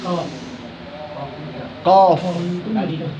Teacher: يخرج من أقصى اللسان لما نطلع من الحلق، أول حرف بعد الحلق